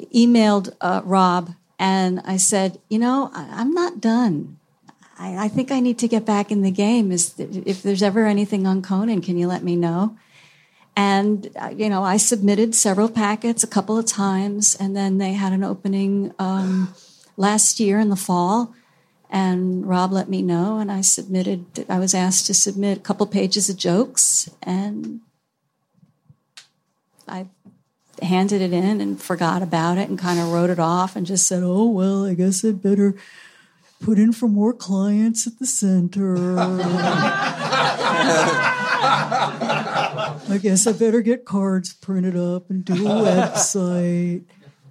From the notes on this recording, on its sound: Originally recorded April 14, 2016 at the Nerdist Theater at Meltdown Comics.